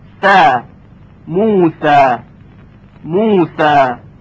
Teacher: اما در کلمه موسا توجه کنید، حرف سین به خاطر داشتن صفات استفال و انفتاح با صدای ظریفتری تلفظ میشه. · Term: ترقیق